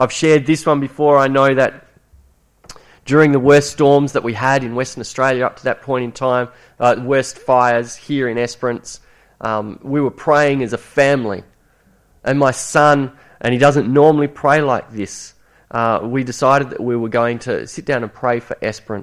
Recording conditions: large echoing room